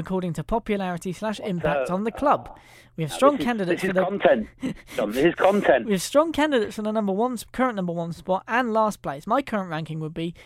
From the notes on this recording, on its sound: resorting to an episode on the phone